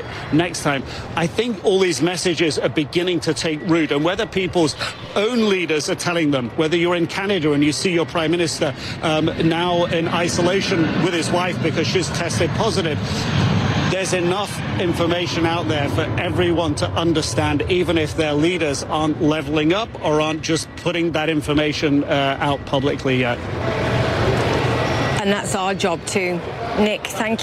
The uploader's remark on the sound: Live from the New York Stock Exchange.